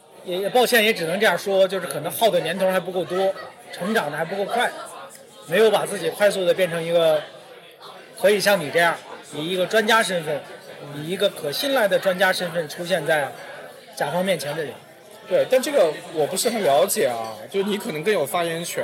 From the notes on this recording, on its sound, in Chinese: 这期节目是在北京某个嘈杂的酒吧录制，而且当时设备设置出了问题，导致录音质量不够理想。我尝试用各种降噪技术修复，才达到目前的效果。